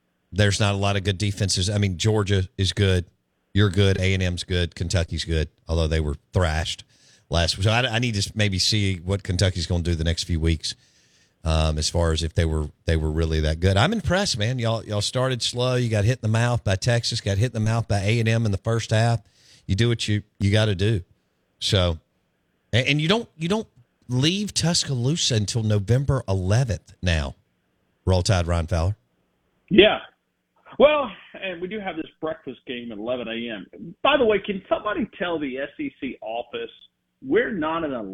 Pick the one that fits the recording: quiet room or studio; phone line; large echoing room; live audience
phone line